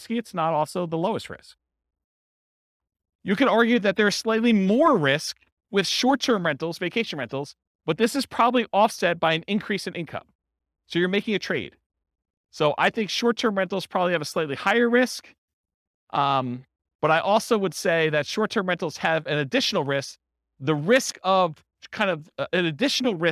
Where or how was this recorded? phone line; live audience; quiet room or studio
live audience